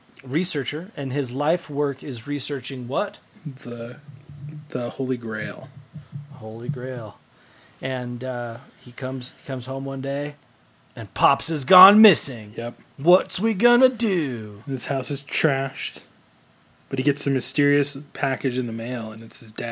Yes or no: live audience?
no